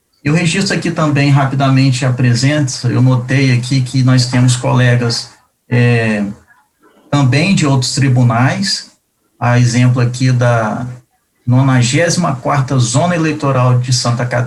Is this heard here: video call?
yes